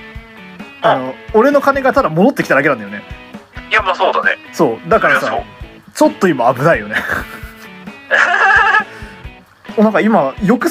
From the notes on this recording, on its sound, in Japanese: 録音機材：iPhone7